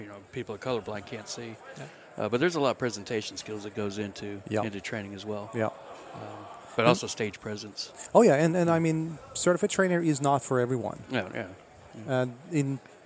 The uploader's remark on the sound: recorded at Microsoft Ignite in Orlando